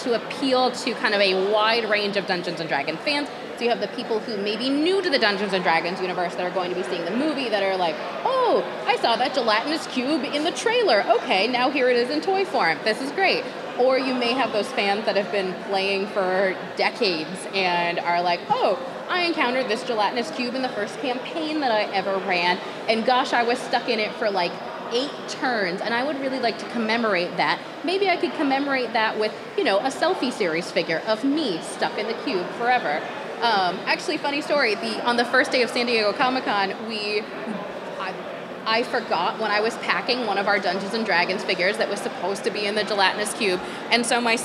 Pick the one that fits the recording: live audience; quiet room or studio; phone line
live audience